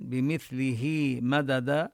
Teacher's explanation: ولو جئنا نمد الألف مدا طبيعيا بمثله مددا، وهنا ننتبه للثاء نلفظها من مخرجها ونصل الهاء بياء لأنها وقعت بين متحركين، اللام المكسورة والميم المفتوحة.